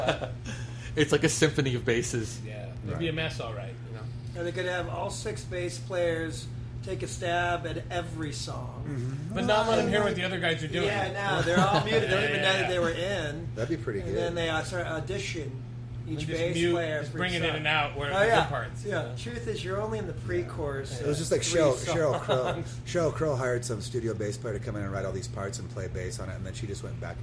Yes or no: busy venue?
yes